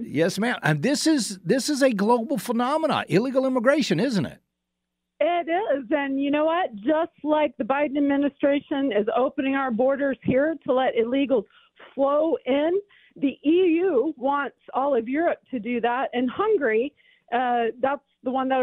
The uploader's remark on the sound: Call in Segment